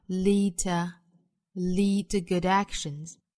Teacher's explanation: lead 尾部的 d 直接略掉